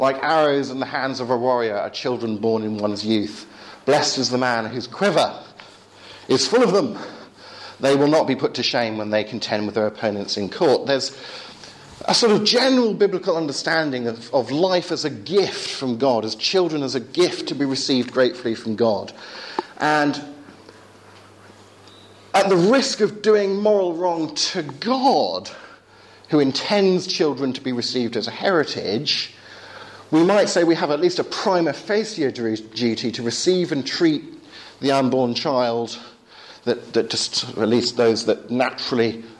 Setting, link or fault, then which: setting, large echoing room